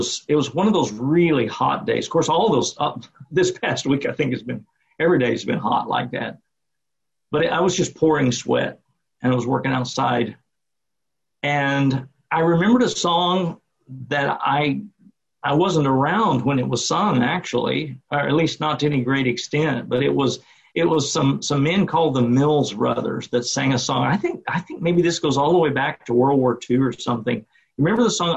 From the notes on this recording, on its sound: Sunday morning service via Zoom